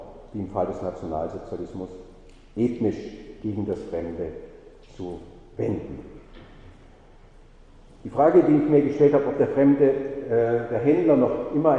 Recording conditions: large echoing room